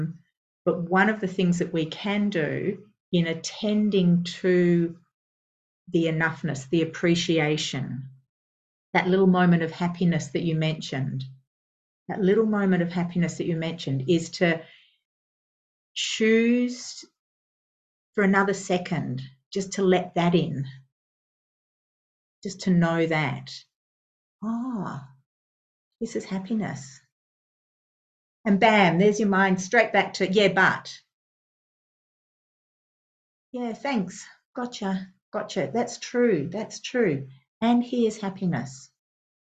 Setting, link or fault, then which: link, video call